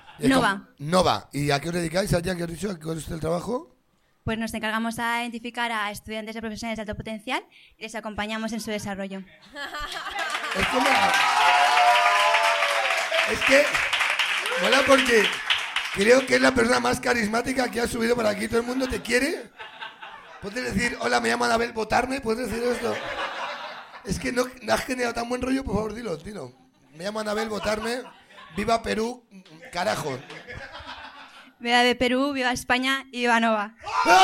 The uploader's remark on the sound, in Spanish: Programa grabado en BEER STATION (Madrid)